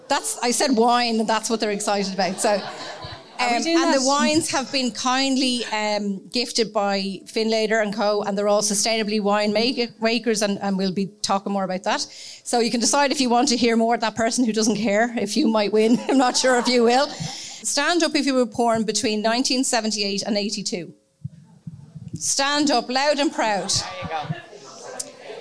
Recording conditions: live audience